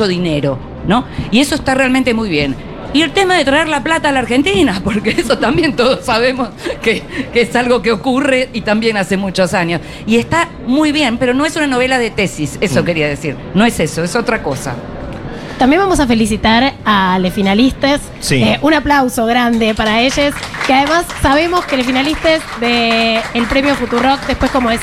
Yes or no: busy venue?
yes